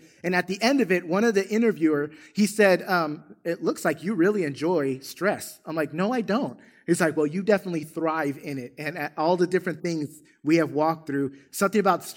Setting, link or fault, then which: setting, large echoing room